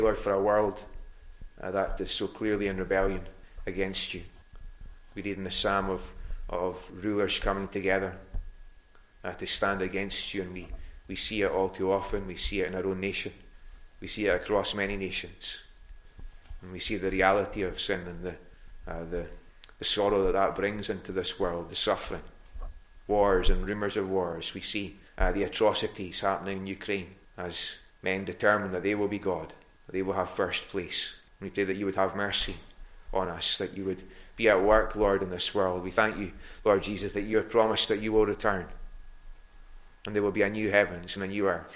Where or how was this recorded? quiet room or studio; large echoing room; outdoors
large echoing room